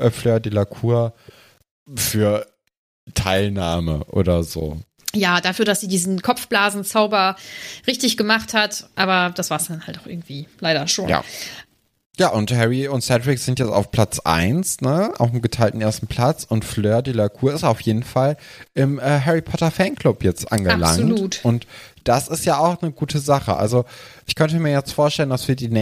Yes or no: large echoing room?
no